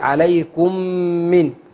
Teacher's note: عندنا هنا ميم مع ميم إدغام كامل